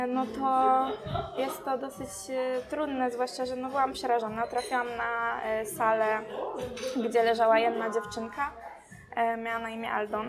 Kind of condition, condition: setting, busy venue